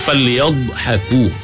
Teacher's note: Falyadh salah, pasal dha bukan qalqalah. Pegang falyadhaku, nak kena angkat lidah rapat ke langit.